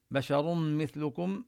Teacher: النون الساكنة التي في التنوين تدغم في الميم، فنشدد الميم ونبين الغنة فيها